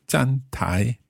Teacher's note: 站, fourth tone. 台, second tone.